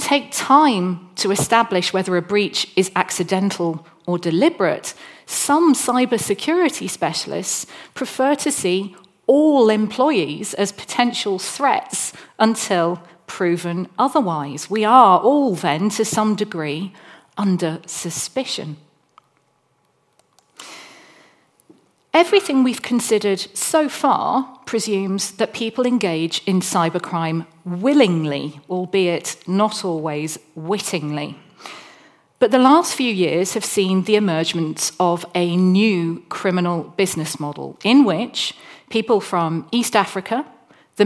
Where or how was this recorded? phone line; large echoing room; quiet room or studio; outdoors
large echoing room